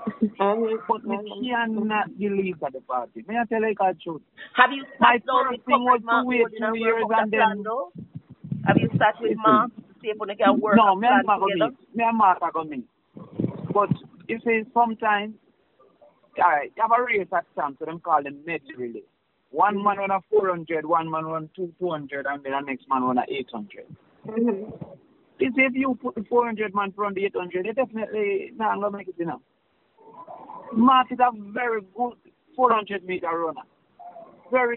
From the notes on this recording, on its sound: Viral Audio of Leaked Voice Call. Leaked telephone conversation.